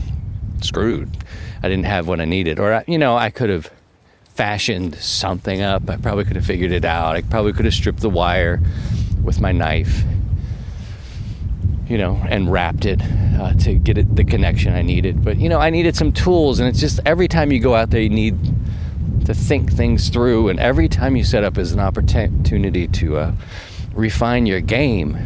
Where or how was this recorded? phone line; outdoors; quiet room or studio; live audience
outdoors